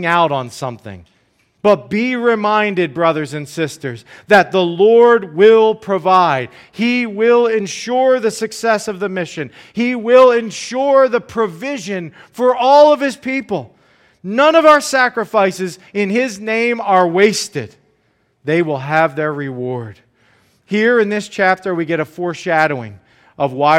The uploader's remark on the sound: preached this sermon at Joy Community Fellowship in Pitman, NJ